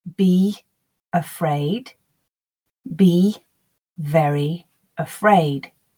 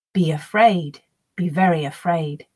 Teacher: You should have noticed that the second time the Y sound crept in to link between the long vowel E in be and the following schwa in afraid · Shown in: second take